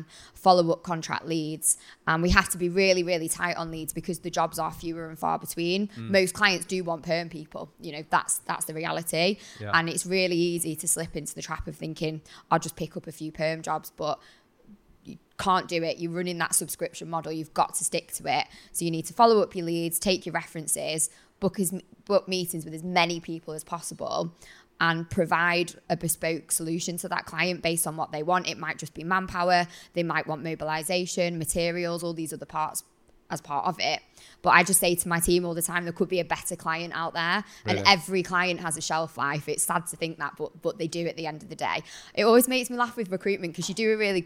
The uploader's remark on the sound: LIVE Podcast In Manchester. For the very first time, we took the LIVE podcast events we have done in London to Manchester.